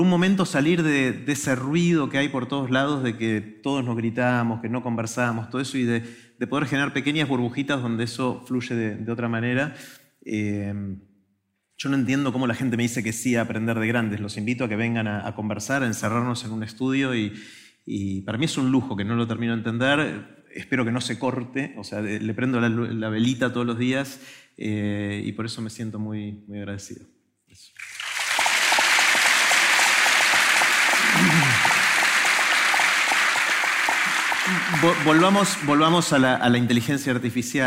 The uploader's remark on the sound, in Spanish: lo hicimos en un teatro con una audiencia en vivo de casi 1000 personas